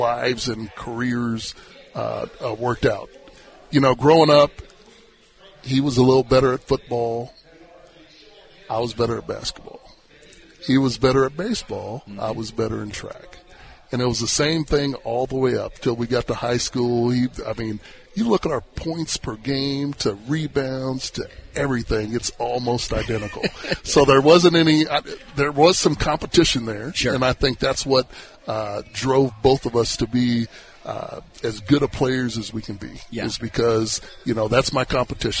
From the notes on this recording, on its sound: LIVE from Hollywood Casino!